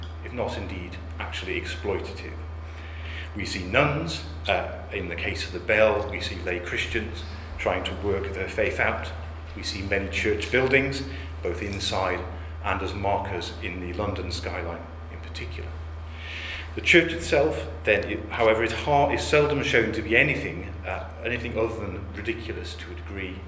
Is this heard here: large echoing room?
yes